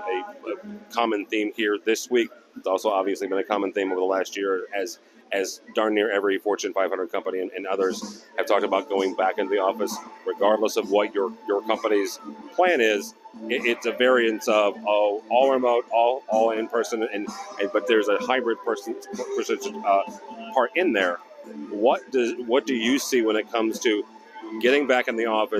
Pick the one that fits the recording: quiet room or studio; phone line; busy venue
busy venue